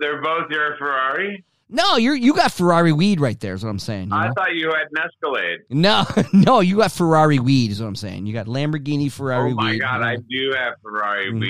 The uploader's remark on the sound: Seat #2 virtually. Cricket phone connections.